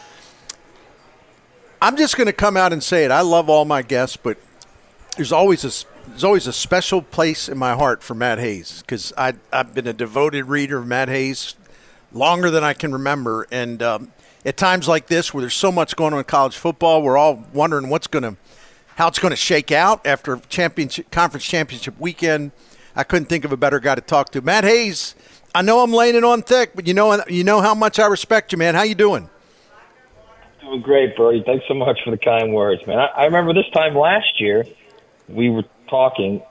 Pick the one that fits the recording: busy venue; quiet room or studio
busy venue